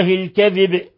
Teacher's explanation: لاحظوا قلقلة الباء الوقف عليها بالسكون يقتضي القلقلة، ولا يقلقل إلا حروف القلقلة.